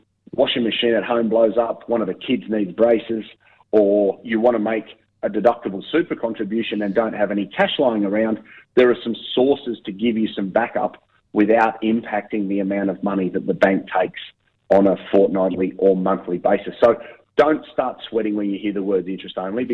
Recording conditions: phone line